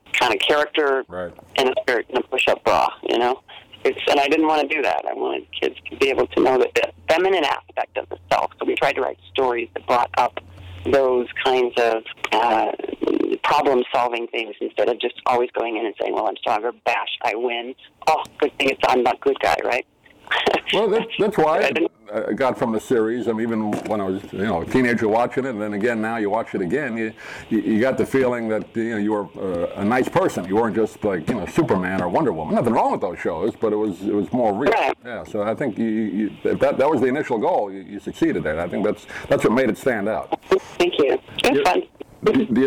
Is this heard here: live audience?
no